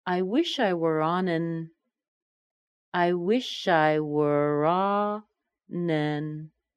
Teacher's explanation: But an is a small word. Let's make that into a schwa.